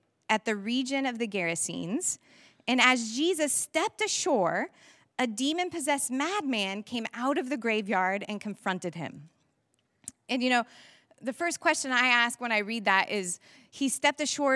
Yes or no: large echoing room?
yes